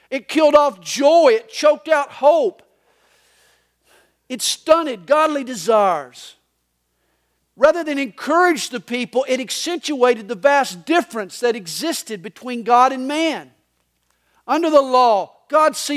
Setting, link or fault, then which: setting, large echoing room